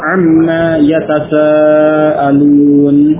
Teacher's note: maka nunnya idgham pada mim, ya, nun sukun idgham pada huruf mim pada ma tersebut, sehingga menjadi amma dan alifnya hilang